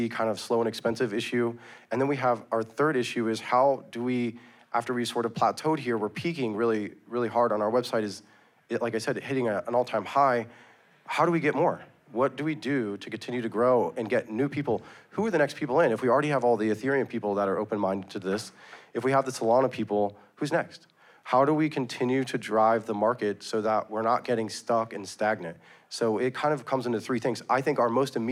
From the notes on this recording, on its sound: Recorded Live in Miami Beach at the Ordinals 2023 Conference.